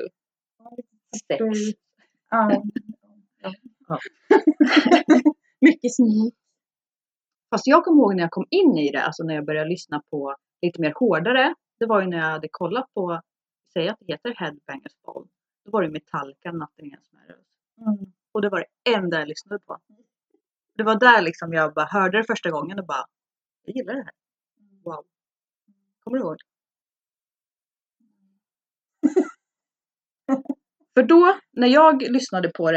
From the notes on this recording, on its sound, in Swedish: Svajig ljudkvalité